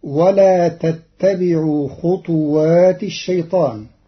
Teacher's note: قرأ قالون كلمة خطوات بإسكان الطاء مقلقلة